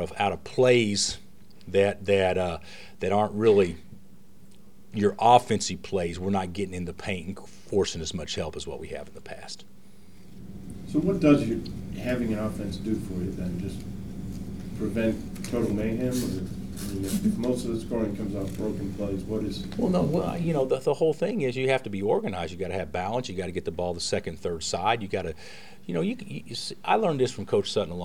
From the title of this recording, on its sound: Press Conferences & Post-Game Interviews